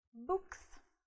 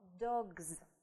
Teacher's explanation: То есть после глухих – глухо «с», после звонкой – звонко «з».